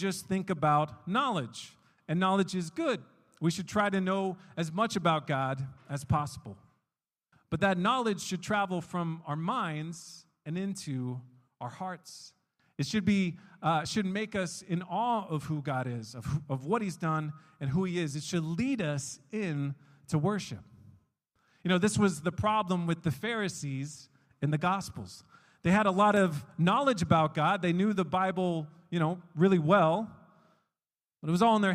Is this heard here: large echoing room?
yes